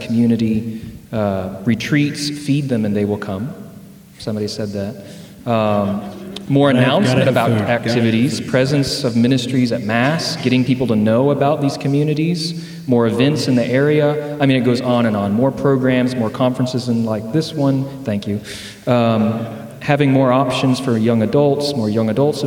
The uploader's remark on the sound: Speaking at the "To the Heights" conference at St. Stephens in Midland.